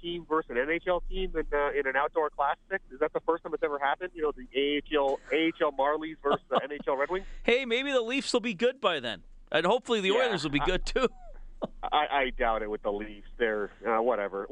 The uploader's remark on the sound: opens up the phones for your thoughts